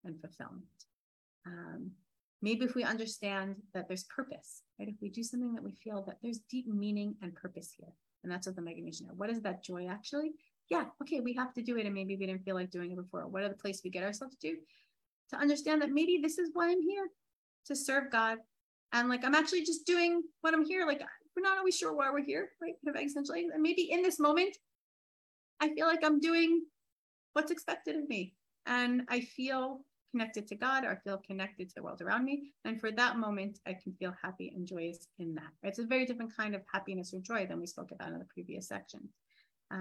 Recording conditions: video call